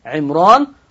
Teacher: كلمه عمران قراها ورش بتفخيم الراء، والسبب لأنها اسم أعجمي، يعني اسم غير عربي.